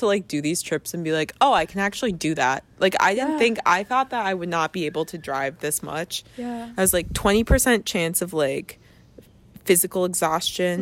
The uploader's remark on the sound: Join us while we sit outside.